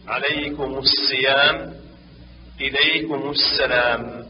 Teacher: يحرك ميم الجمع قبل همزة الوصل بالضم